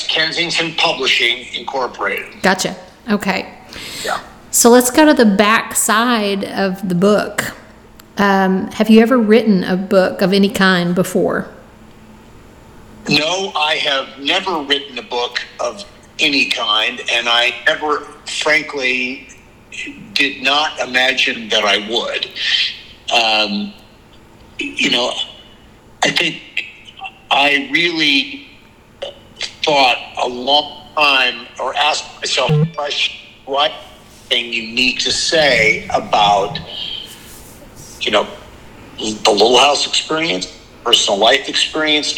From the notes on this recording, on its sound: in a phone interview